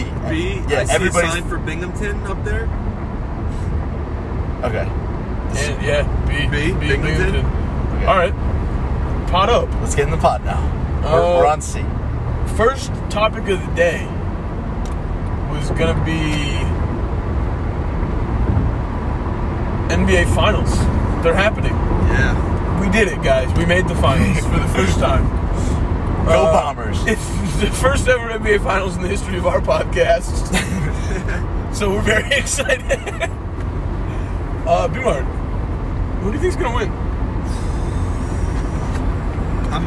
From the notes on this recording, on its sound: We recorded this in a car with my phone. We're road trippin this episode.